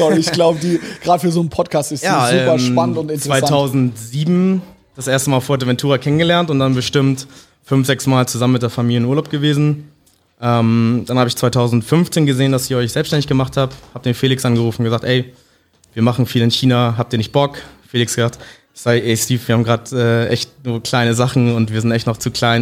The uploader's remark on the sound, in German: Q&A beim COFFEE Treff